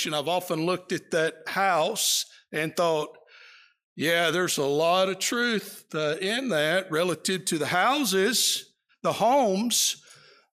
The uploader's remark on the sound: Preached during the PM worship service at the Roanoke CofC